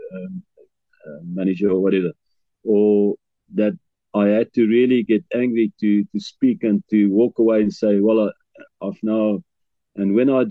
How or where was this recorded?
video call